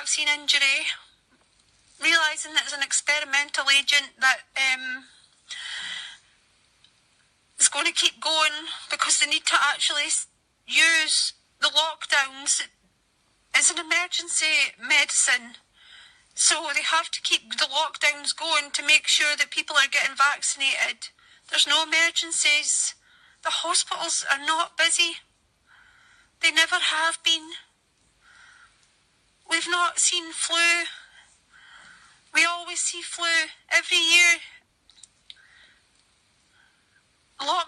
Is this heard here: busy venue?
no